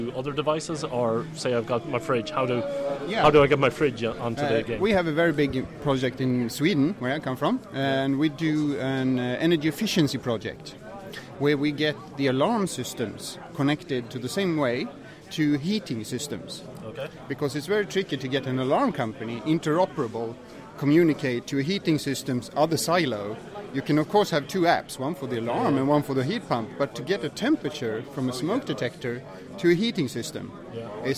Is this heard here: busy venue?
yes